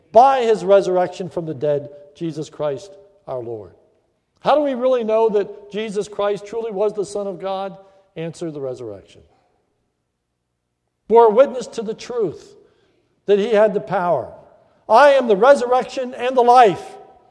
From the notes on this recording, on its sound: This is a sermon recorded at the Lebanon Bible Fellowship Church in Lebanon, PA on 3/13/2016 during th morning service.